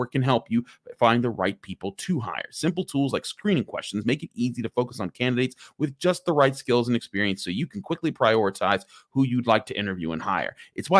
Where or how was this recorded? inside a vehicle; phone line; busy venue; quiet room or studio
quiet room or studio